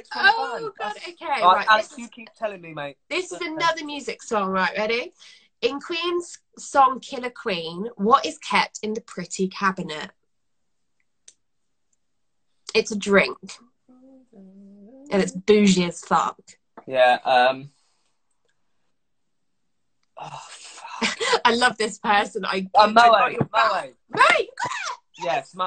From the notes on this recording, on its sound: Sound quality will be lower due to being in lockdown